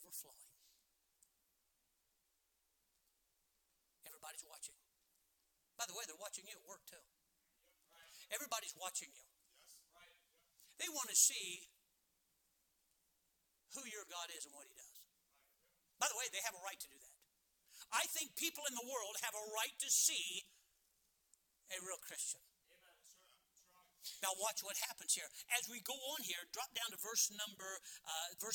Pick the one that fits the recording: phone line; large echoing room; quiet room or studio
large echoing room